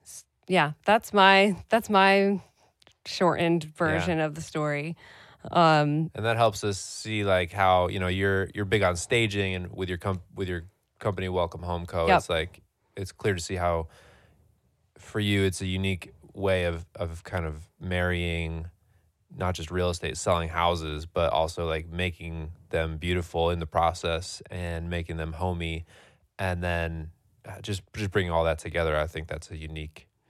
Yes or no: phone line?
no